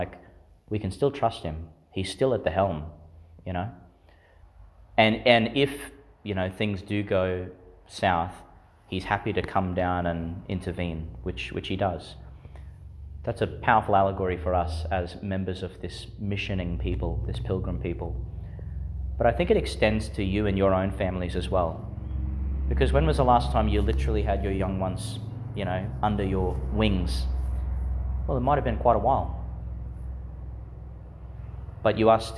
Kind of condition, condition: setting, large echoing room